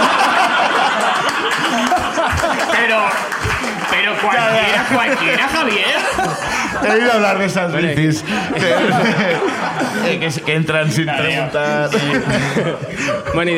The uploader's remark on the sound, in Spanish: La Ruina visita Madrid por primera vez. El público madrileño nos cuenta también sus miserias.